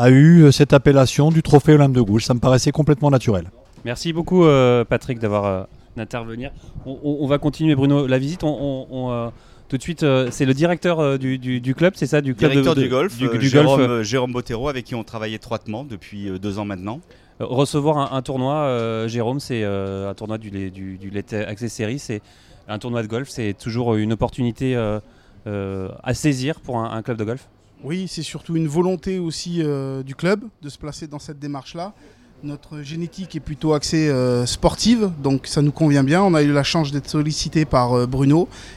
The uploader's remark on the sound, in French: Nous serons en direct du village Olympe de Gouges